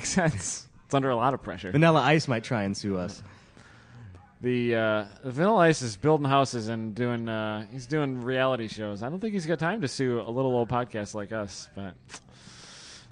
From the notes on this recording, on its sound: Live during #GRIDLIFE Special Stage announcing one of the afternoon sessions. Tortue the crowd with an average #slipangle show of babbling.